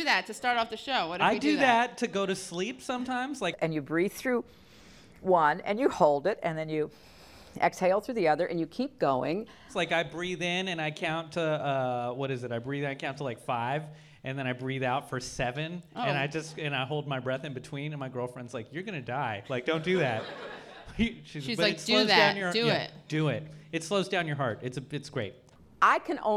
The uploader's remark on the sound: This is our LIVE TAPING episode